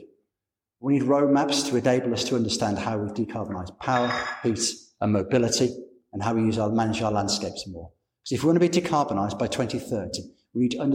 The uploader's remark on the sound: Recorded with permission at a public event at The Guildhall, Hull, on Monday 9th March 2020.